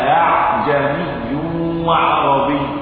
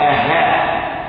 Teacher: لأن الهمزة الثانية مسهلة وليست تقلب هاء ولا تبدل هاء · Shown in: first take · Term: الهمزه المسهله